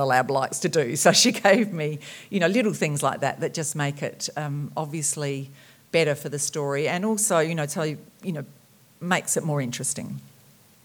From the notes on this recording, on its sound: Entertained the audience at the Marion Domain Theatre. Fans will delight in this recording of her talk.